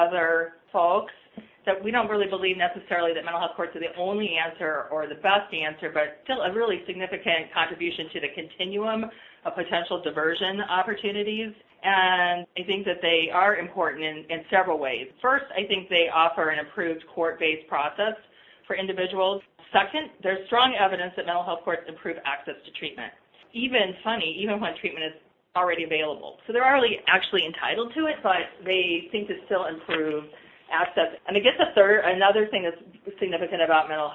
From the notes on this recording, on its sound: Today I have on the phone two experts.